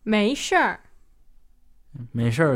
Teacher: you've got the R Hua Yin on the end there